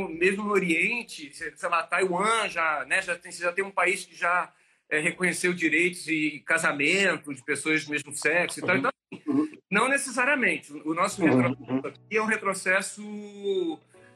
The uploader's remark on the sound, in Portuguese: Esse episódio foi gravado dia 28 de Maio, durante uma live no Instagram.